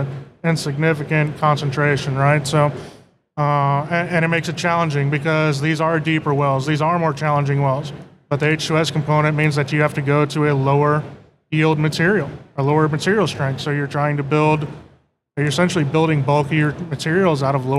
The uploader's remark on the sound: recorded at OTC 2023